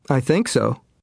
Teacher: Notice the stress on the verb in short answers with so. · Term: Sentence stress